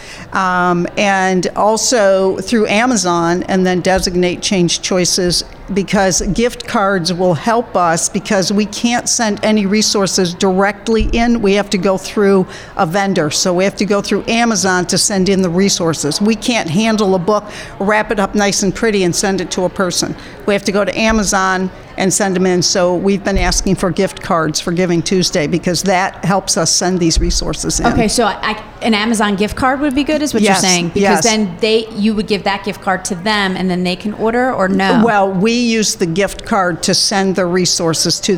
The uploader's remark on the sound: Recorded at SHARE Charlotte's Giving Tuesday event on November 26, 2023. Recorded at SHARE Charlotte's Giving Tuesday event on November 26, 2023.